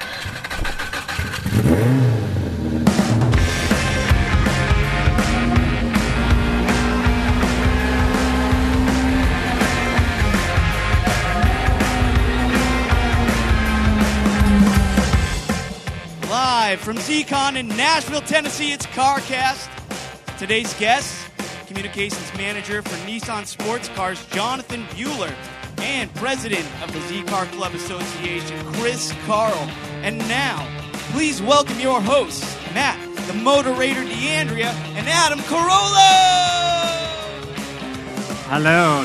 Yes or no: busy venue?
yes